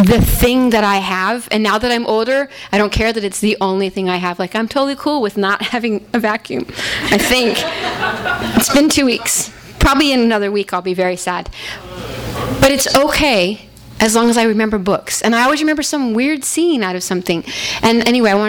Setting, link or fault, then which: setting, live audience